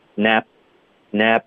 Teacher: 持续这个 a 的音，然后嘴唇合上 · Term: 干脆停顿